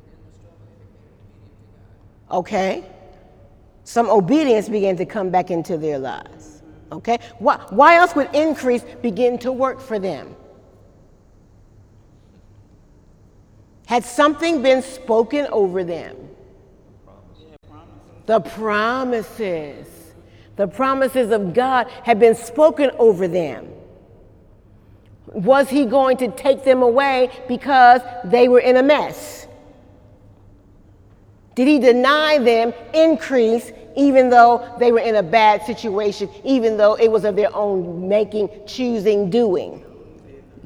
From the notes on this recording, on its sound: During Wednesday night service on July 11, 2018